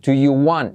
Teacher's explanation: Y quito la T de want.